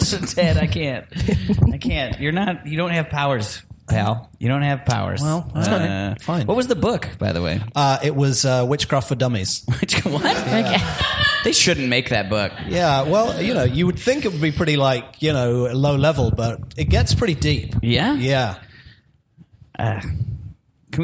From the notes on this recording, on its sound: Live from London Town, The MEAT performs a live show upstairs at the Horse & Stables pub with the London improv collective C3Something.